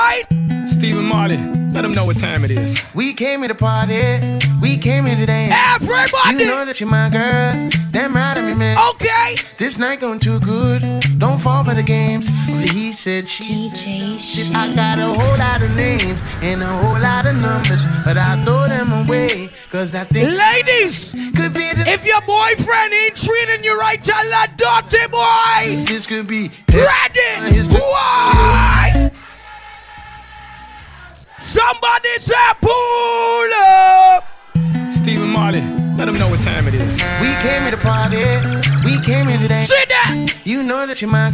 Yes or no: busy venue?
yes